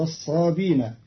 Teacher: قرأ قالون كلمة والصابئين بدون همز، فتصير والذين هادوا والصابين، تيسيرا وتخفيفا في لغة بعض العرب.